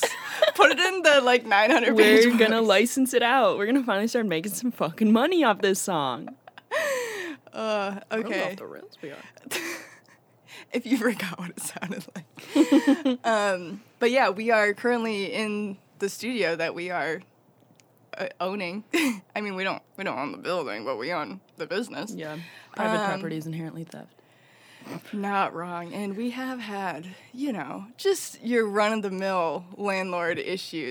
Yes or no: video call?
no